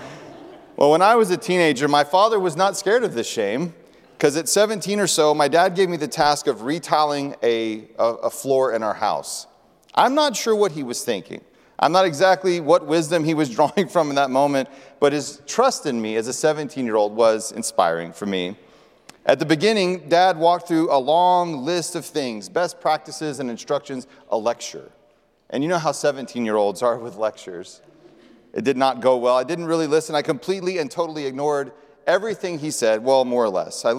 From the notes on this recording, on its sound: presented by Asbury Seminary Kentucky Chapel, recorded on Thursday, May 4, 2023 at Asbury Theological Seminary's Kentucky campus